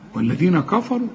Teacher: الراء هي المفخمه لان كل راء ما دام عليها ضمه تفخم